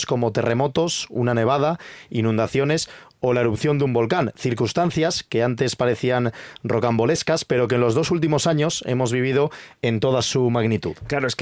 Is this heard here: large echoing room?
no